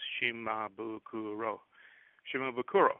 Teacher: the name is Japanese, which means no stress on any of the syllables